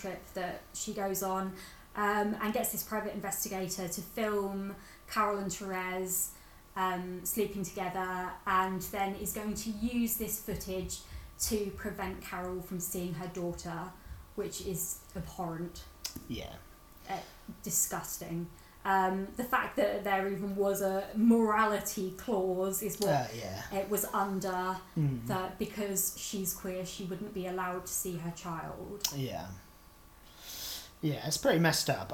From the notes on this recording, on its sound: This is our first ever podcast, so it's a work in progress - Apologies in advance for background noises, a bit of stuttering and voices getting weaker as we progress.